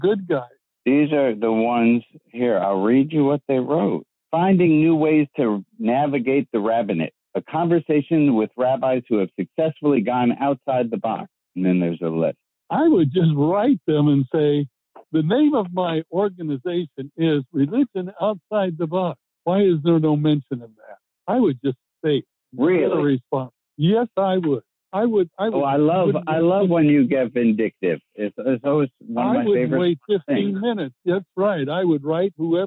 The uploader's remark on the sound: Audio quality is okay today (you both sound like you’re on the phone).